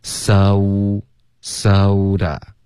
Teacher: soda 也是双元音 so,大家注意嘴唇要嘟起来